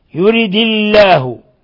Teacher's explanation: رققنا لفظ الجلالة؟ لأنه سبقها كسر